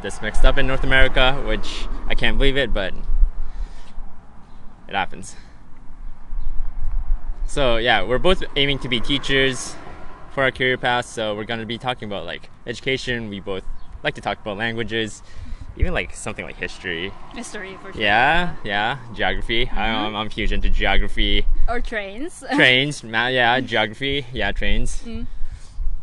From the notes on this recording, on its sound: (recorded outside?). Countdown is a true long distance relationship couple podcast made in two parts of the world.